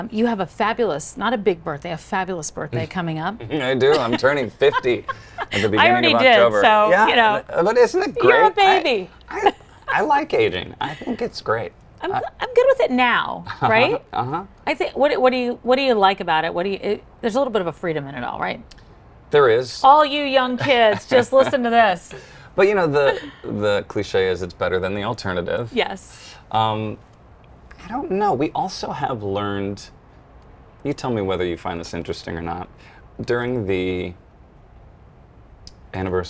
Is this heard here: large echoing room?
no